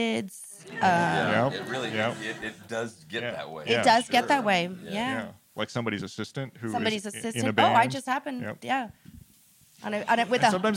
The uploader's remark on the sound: This conversation was recorded live at ATX TV Festival Season 12 (June 1-4, 2023) in Austin, TX.